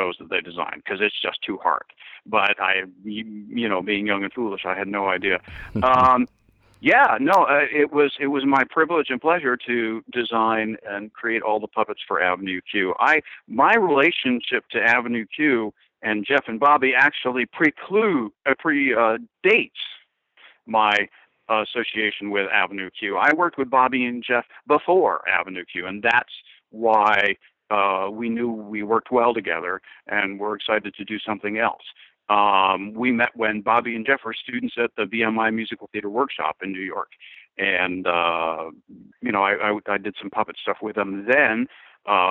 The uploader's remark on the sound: via internet phone